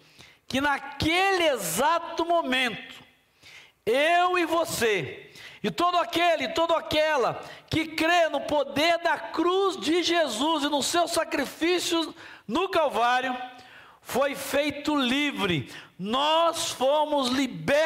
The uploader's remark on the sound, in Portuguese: durante a nossa Celebração ao vivo